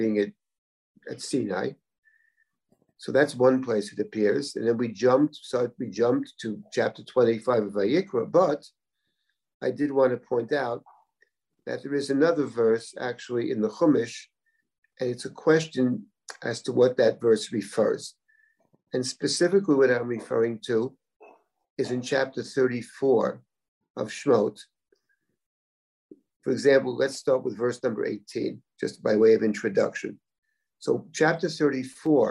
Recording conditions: video call